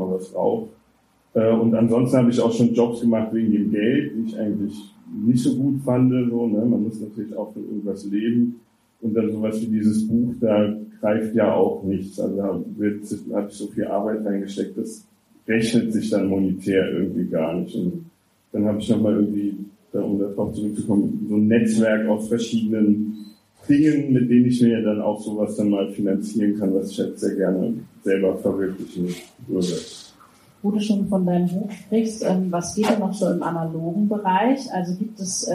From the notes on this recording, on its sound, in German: Livemitschnitt der Netzwerkveranstaltung Content und Crémant. Sprachen wir im schönen Jules Verne in Saarbrücken.